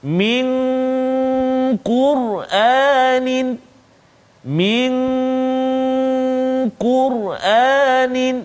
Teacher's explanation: dengung dua harakat nun mati bertemu dengan qaf